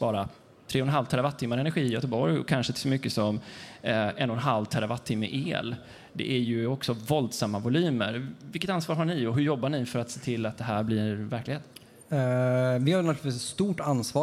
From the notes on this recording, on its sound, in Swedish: EnergiStrategiPodden live på Frihamnsdagarna. Sände vi Energistrategipoddens första live-podd under Frihamnsdagarna i Göteborg.